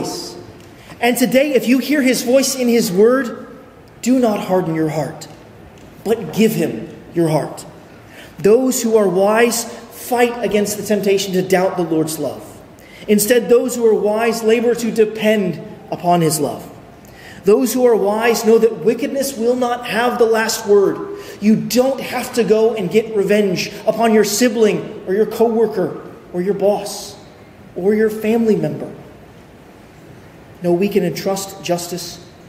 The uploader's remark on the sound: at Arlington Baptist Church in Arlington, Virginia